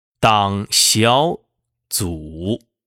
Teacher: 最后一个字依然保持二一四它的调值，不做任何变化